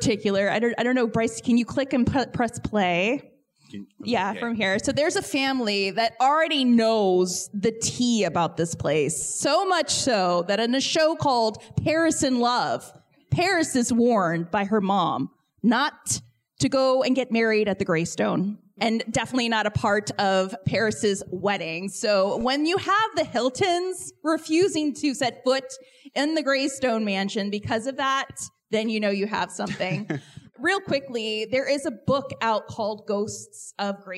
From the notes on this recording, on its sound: An L.A. Podcast Event (live recording). This live recording comes to you in the format of our show.